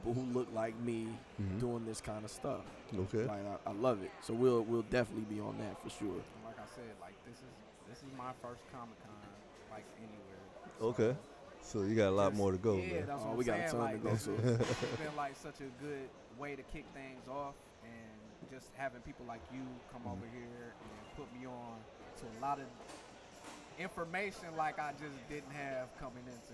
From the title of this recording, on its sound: Live at Downriver Comic-Con (Day 2)